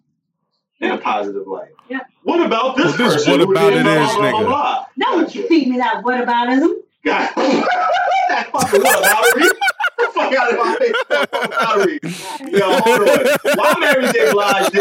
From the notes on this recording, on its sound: Sorry in advance for this week’s audio.